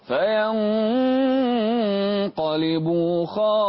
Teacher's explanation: الإخفاء هنا قريب من الإظهار